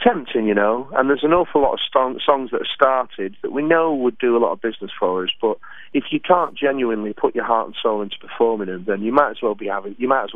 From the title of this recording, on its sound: On the Phone